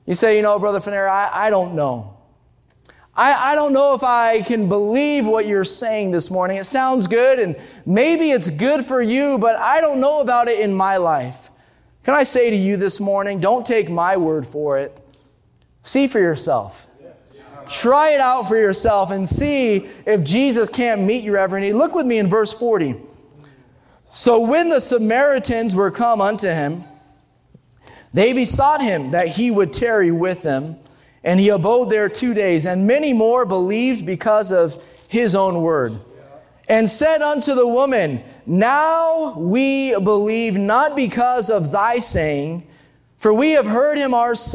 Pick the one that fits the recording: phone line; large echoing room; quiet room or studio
large echoing room